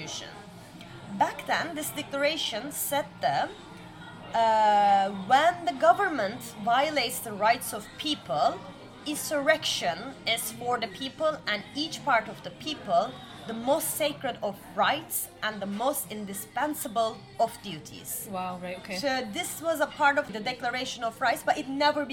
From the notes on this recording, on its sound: We recorded this episode on 2 December 2023, at Paradis du Fruit. We recorded this episode on 2 December 2023, at Paradis du Fruit .